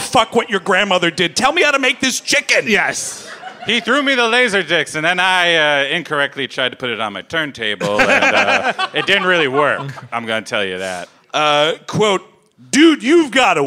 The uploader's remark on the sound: Live in Charlotte. Recorded live at the Comedy Zone. In Charlotte, NC.